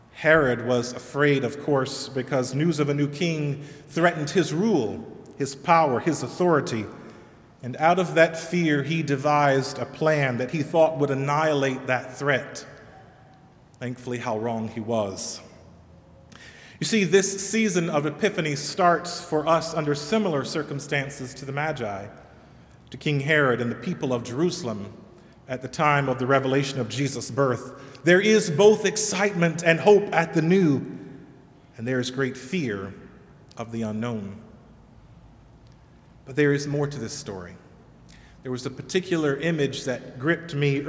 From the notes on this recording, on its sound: Sermon delivered at All Saints Kingsway.